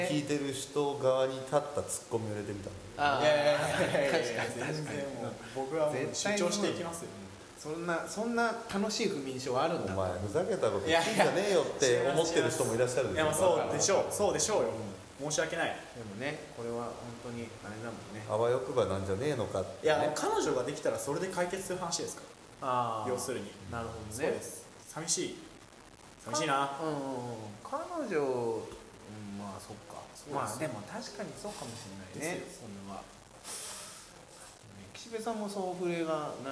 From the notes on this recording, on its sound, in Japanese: イベントの空き時間に収録。